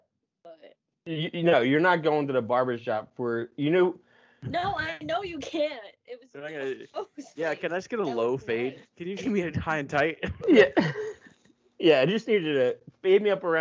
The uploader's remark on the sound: The audio isn't great